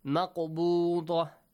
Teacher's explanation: the rule qalqala, the bouncing, the echoing sound.